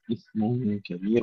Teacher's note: الثاء فيها همس وليس فيها قلقلة، إثم كبير ولا نقول إثم كبير.